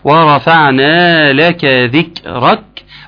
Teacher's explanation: وهيكون فيه همس في الكاف الاخرانية لو وقفت عليها